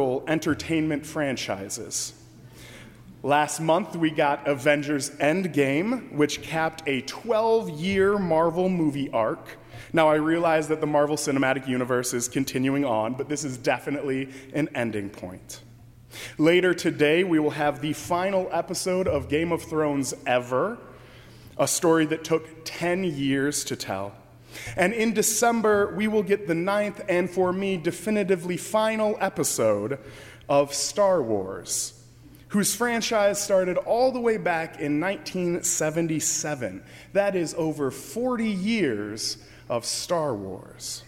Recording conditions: large echoing room